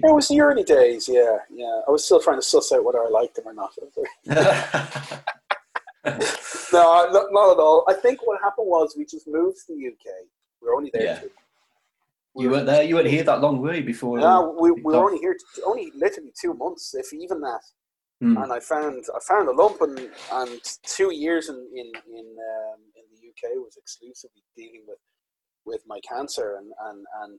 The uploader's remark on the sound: Recorded over Zoom during lockdown so apologies for the audio quality.